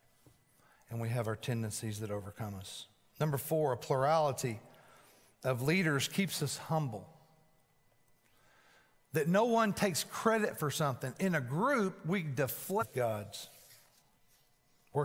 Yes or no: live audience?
yes